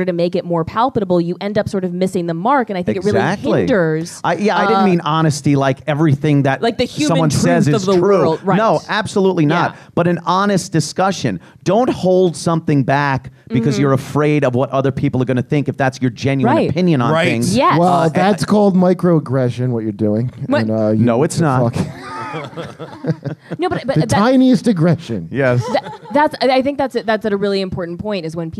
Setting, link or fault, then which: setting, live audience